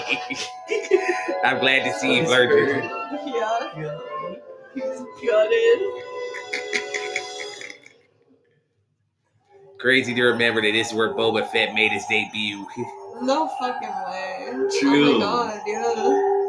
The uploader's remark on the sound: Holiday special live from the hidden sesh village.